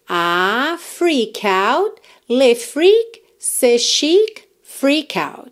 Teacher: essa letra T de out, né, consoante oclusiva, que poderia parecer mais, menos ou nada, quase não aparece.